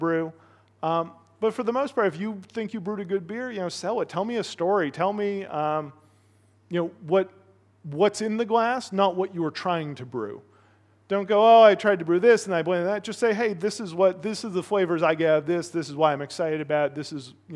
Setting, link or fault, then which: setting, live audience